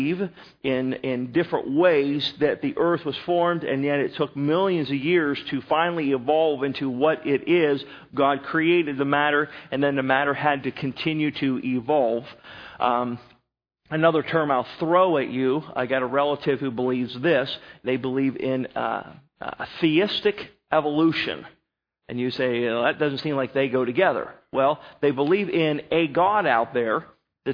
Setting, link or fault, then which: setting, large echoing room